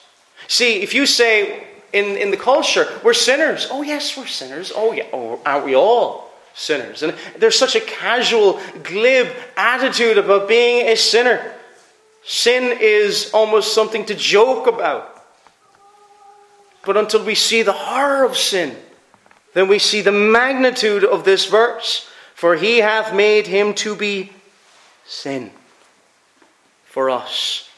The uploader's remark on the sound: Preached at Ayr FCC's Communion.